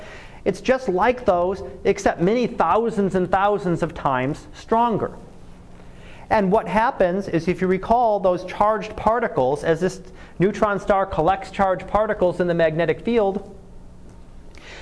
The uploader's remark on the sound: Live Class Lecture